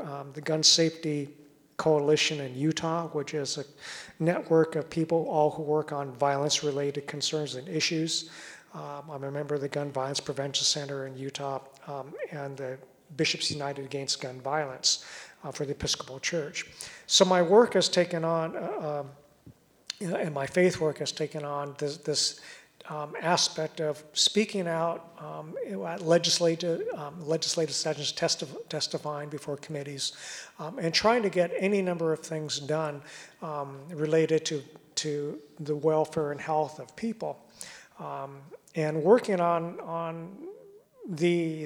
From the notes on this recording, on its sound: in a discussion at Town Hall Seattle on May 18